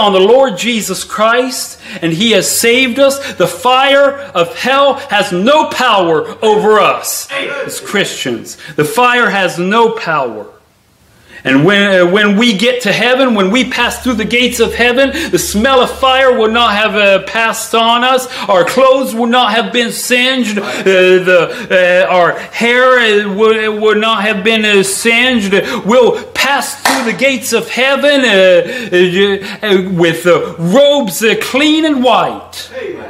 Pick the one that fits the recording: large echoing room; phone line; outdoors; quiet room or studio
large echoing room